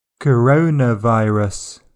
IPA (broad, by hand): kəˈrəʊnəˌvʌɪrəs